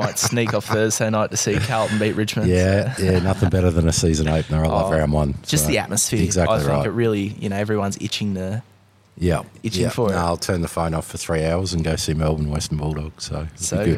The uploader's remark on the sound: live at the APLPT Melbourne at Club Italia